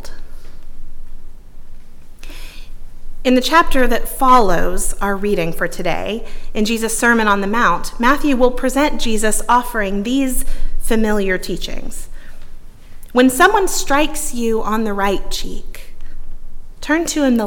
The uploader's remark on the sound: at Northminster Church on January 26, 2020